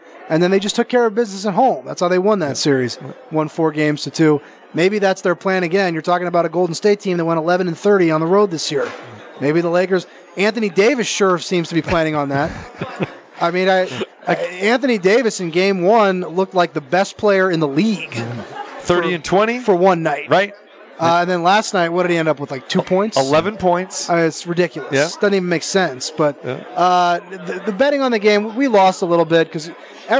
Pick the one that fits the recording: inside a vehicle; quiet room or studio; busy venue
busy venue